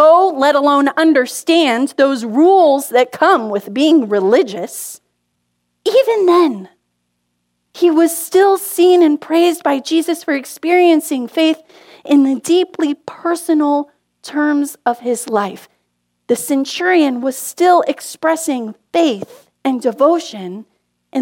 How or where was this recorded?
large echoing room